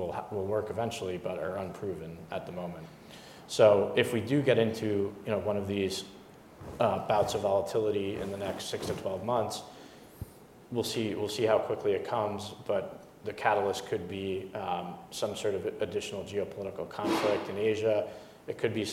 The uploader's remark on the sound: We brought together a panel of leading thinkers and executives from across the sector. In front of a live audience in New York City. This inaugural Live HC Insider Podcast event was hosted by HC Group and Brown Brothers Harriman.